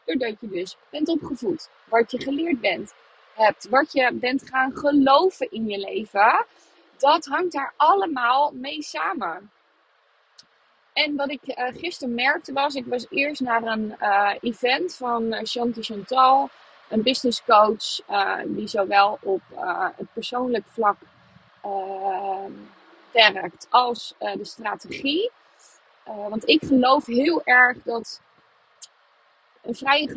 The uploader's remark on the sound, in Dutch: deze podcast opgenomen vanuit de auto